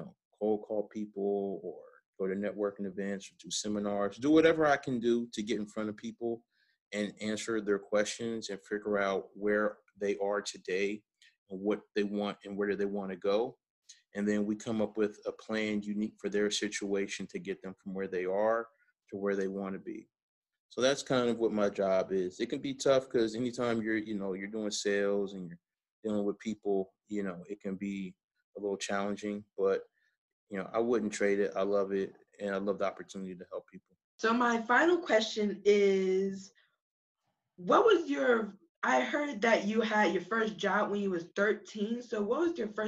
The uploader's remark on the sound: Quarantine Edition. Conduct a zoom call.